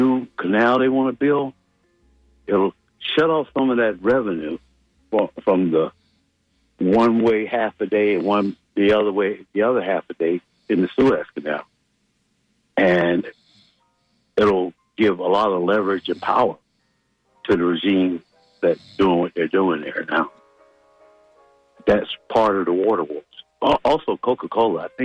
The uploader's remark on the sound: unique magazine format call-in show